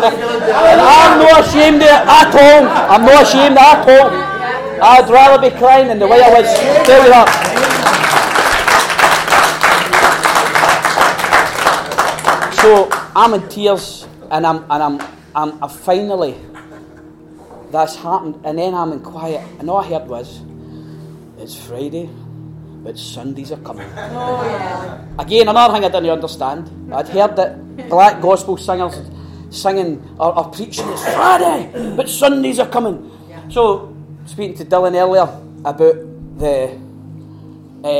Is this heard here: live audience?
yes